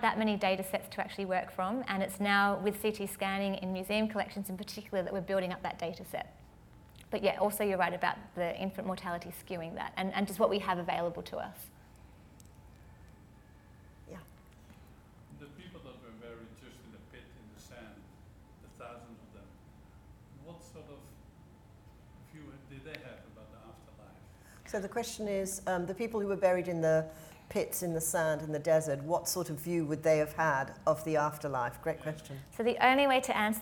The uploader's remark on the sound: Live at the AM